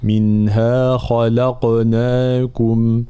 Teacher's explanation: الخاء مفخمة واللام مرققة ثم القاف مفخمة مقلقلة